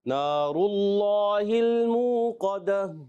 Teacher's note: گول تا کو ساکن کرتے ہیں، اور گول تا کو ہا سے بدل دیں گے · جی ہاں، اور یہاں پر بھی اس آیت میں بھی ایسا ہی ہے کہ جب وف کرتے ہیں یہاں پر گول تا کو ہا سے بدلیں گے، مگر اس آیت میں آپ دیکھیے کہ نار اللہ، اللہ کے نام سے پہلے پیش آنے کی وجہ سے یہ پر ہوتا ہے، اس کو موٹا پڑھیں گے، اور قاف کی ادائیگی بھی موٹی رکھنی ہے